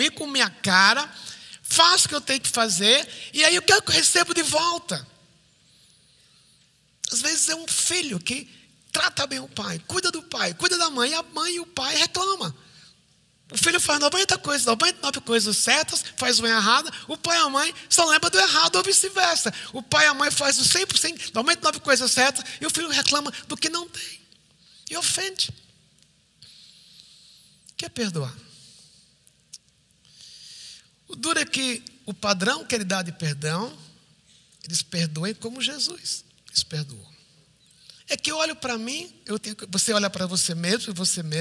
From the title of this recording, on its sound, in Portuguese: IBMorumbi Culto Ao Vivo